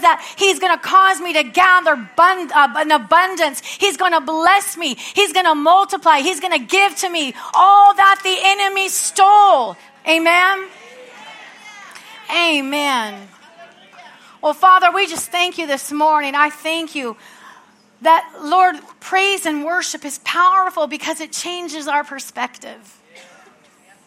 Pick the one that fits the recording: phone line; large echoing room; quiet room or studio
large echoing room